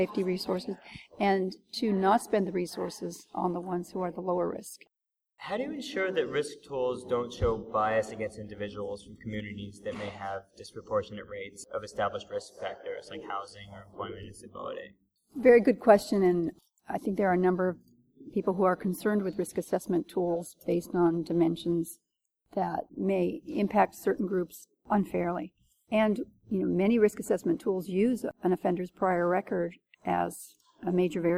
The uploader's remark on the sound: In this podcast recorded at the Courts. I’m here today at the Court’s Community Engagement and Innovative Practices in a Changing Landscape Conference. In Anaheim.